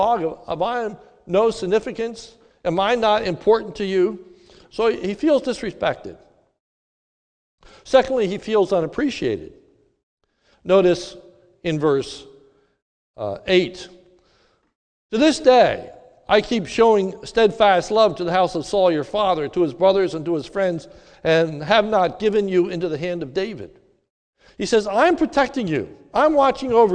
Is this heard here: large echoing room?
yes